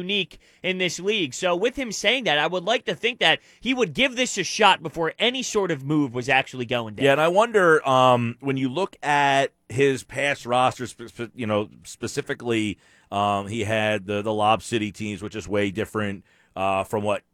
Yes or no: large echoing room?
no